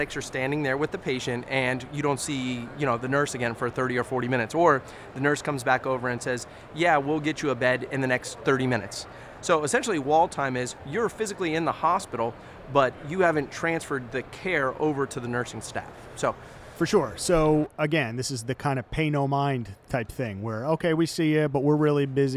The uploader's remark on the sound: Live From Expo 2023